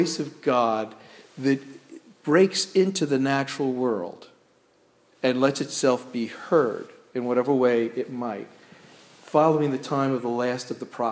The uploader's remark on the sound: This sermon was delivered at Crossroads Presbyterian Church in Waterford, CT.